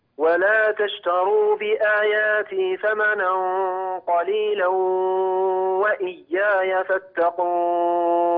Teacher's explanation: الأنف هنا يخرج منه غنة في قليلا وإياي، لا تأتي بواو صافية. · Term: الغنة